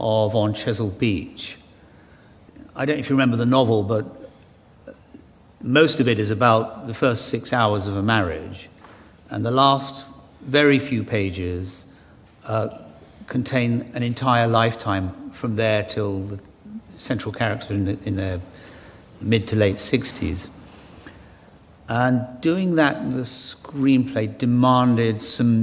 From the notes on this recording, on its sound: The award-winning novelist explains to a Guardian Live audience.